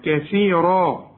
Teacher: الثاء مرققة هي الراء مفخمة